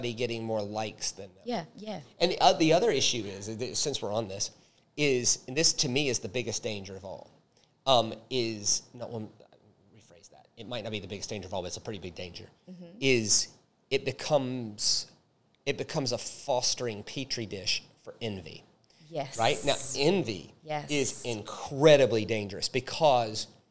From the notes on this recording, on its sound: Our second LIVE recorded episode. Tricky questions from our live audience.